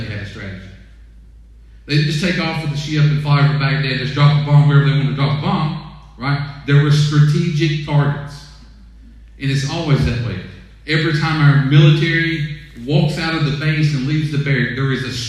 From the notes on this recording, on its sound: Sermon audio from 5/31/20 weekend worship service